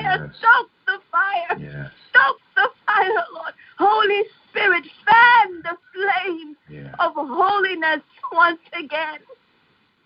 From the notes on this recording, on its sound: Our fifth Phone/Internet Prayer Conference Call.